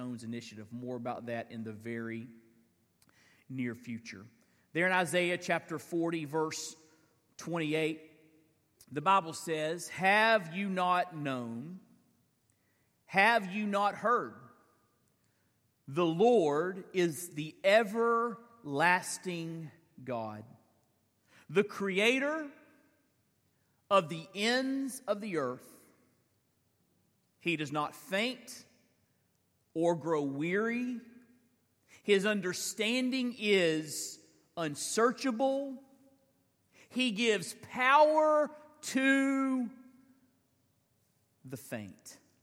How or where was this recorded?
large echoing room